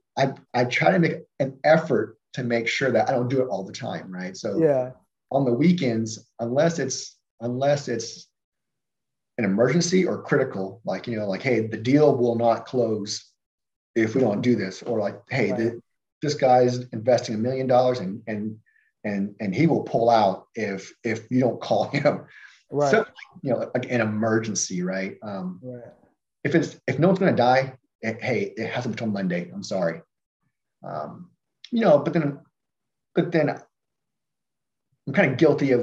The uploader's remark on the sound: Investors Gallery is a live Zoom open to the public